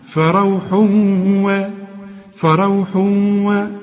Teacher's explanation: التنوين اللي بعد واو، الواو من حروف الإدغام، اوعى تنسى الغنة، وكأن الواو عليها الشدة. شوف فروح و، فروح و، والراء مفخمة، وريحان، واخد بالك؟